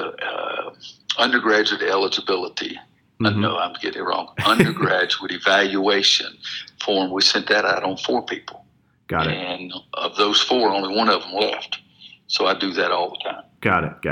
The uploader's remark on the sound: spoke over the phone